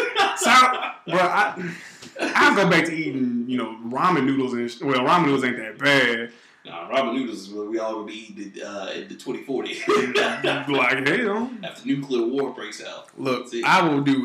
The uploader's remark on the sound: I apologize in advance for the audio we are still working with a very nonexistent budget to get you guys a quality program. Hopefully our content makes up for the terrible audio sound!!